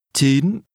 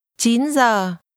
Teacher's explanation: 9 is pronounced with a rising tone.